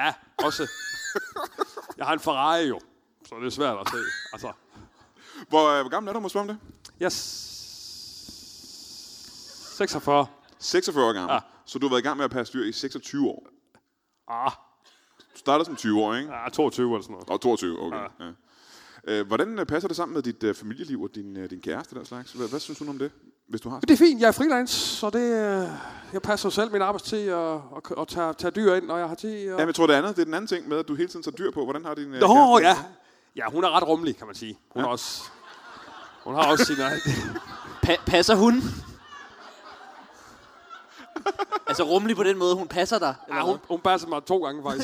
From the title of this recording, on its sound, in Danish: LIVE fra Portalen i Greve